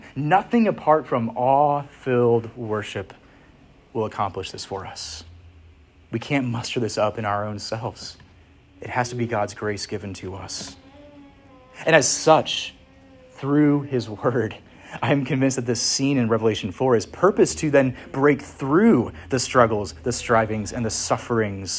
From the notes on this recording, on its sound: Preached at Church of the Harvest, ARP (Williamsburg, VA)